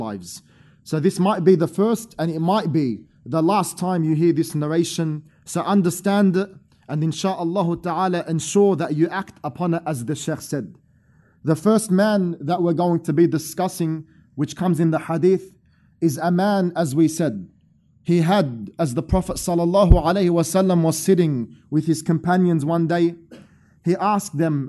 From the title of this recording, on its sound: Special Event From Masjid Al-Azhar, Belmore